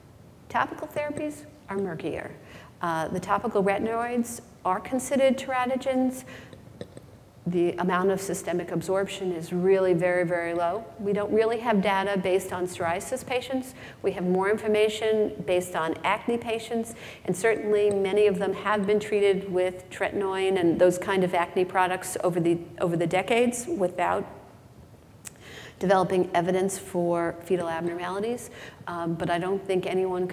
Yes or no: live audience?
yes